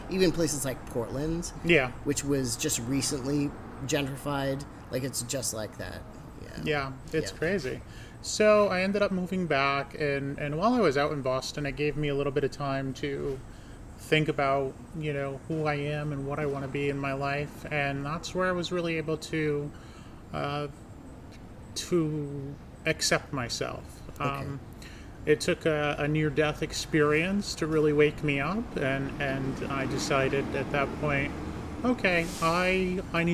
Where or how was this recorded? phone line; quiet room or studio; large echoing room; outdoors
outdoors